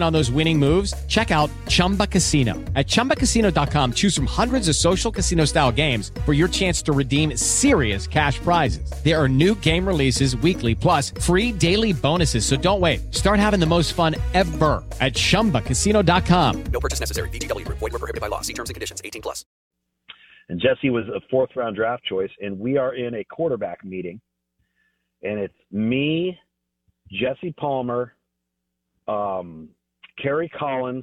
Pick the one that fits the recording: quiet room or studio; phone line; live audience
phone line